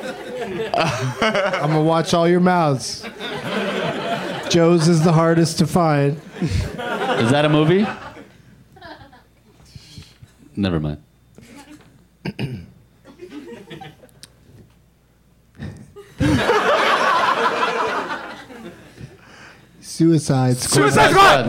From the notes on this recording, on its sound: Live from the UCB Franklin